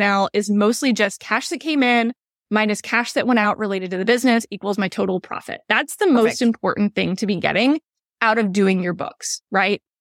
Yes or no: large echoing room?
no